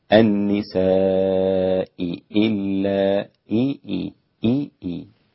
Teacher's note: الباقون بتحقيق الهمزتين مع الكسر